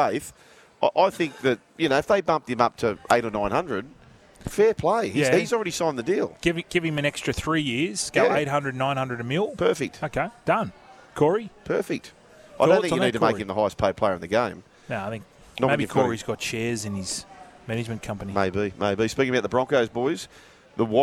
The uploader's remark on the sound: live from Circular Quay in Sydney at Wahlburgers